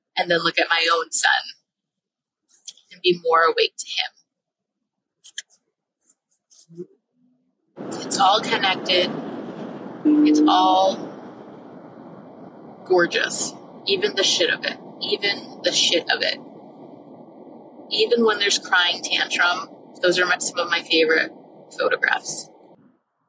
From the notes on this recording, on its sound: I was driving home and did something I've never done - recorded a podcast episode in the car.